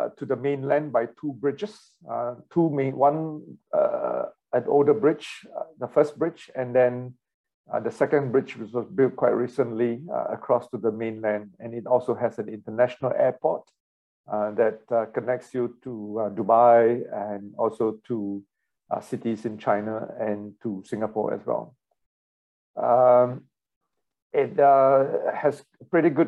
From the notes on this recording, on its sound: WEBINAR. For those joining us on Zoom.